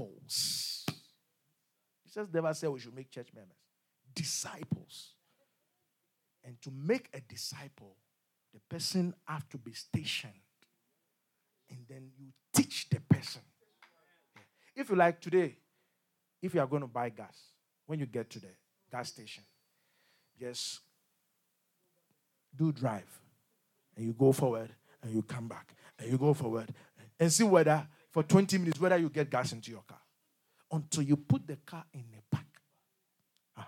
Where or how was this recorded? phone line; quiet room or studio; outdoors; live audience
live audience